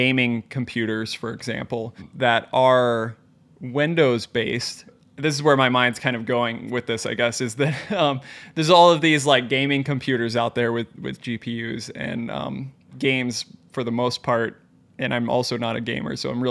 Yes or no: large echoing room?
no